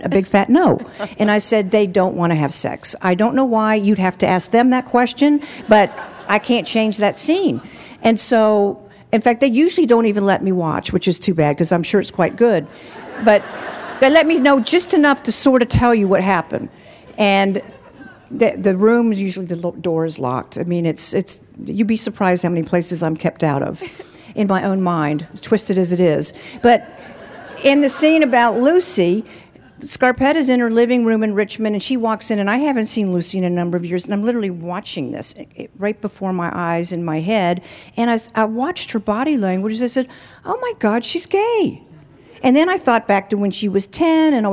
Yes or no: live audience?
yes